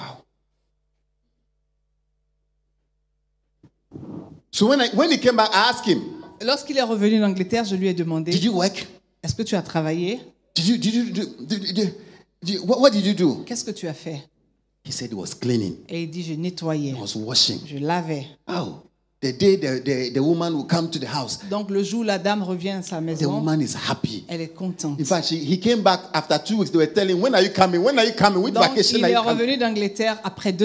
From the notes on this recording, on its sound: Preached during Joyful Hour Sunday Service